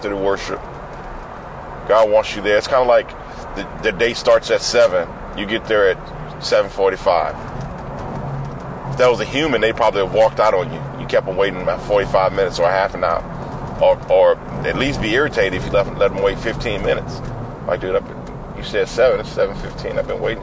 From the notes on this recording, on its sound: I’m talking about getting closer to God in this podcast that I recorded on a drive to Marion, Texas this morning FROM MY CAR!